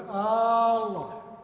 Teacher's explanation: الخطأ الأول: مد همزة الله، يعني يقول الله. مد الهمزة يجعل الصيغة بدل ما هي إثبات تكون استفهام، فكأنك تقول الله أكبر، يعني هل الله أكبر، وهذا يغير الهمزة وبالتالي لا تنعقد الصلاة.